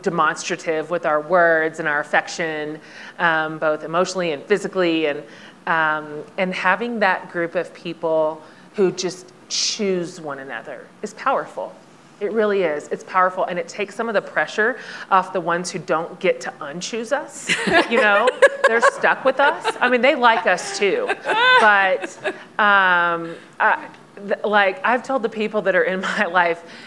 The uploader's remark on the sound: this panel from the 2022 Aspen Ideas Festival